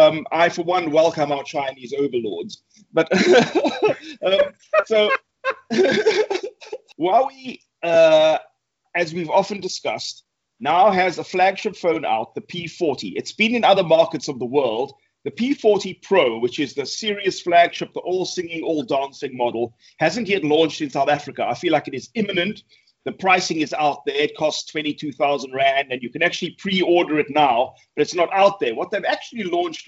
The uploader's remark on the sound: Recorded via Skype